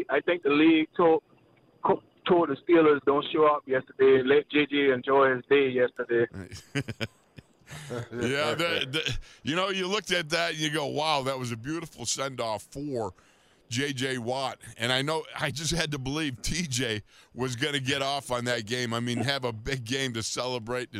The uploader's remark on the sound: open the phone lines to get to your questions, comments, concerns, and reactions